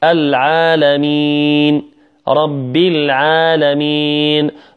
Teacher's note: كذلك من الخطأ في وصل ربي بالعالمين، يقول من الأخطاء يقول رب العالمين رب العالمين، لا، لابد من كسر الباء وتحقيق اللام، ولابد أن تكون مرققة، رب العالمين عالمين. إذن هنا العالمين، هذا هو مد طبيعي يمد حركتين